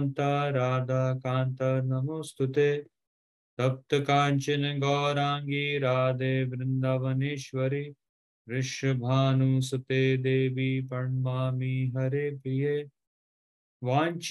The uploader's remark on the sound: Zoom platform